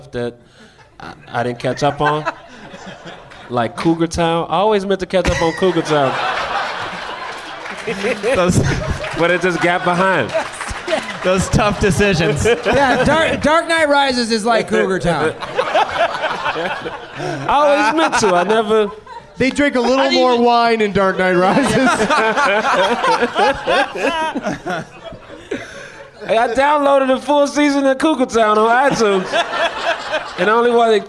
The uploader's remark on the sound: Live from the Helium Comedy Club in Portland, OR